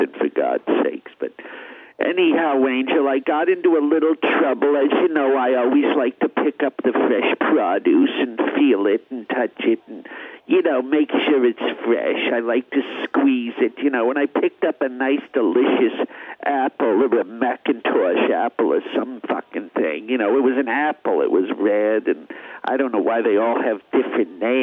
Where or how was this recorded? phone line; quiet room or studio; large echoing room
phone line